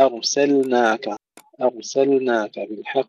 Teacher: ننتبه هنا إلى ترقيق الهمزة قبل الراء وترقيق السين بعدها مع إظهار اللام